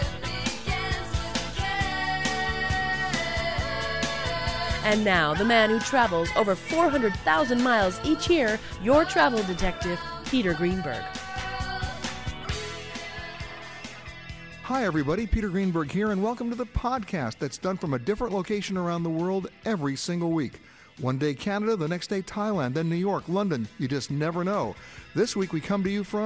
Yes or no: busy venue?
yes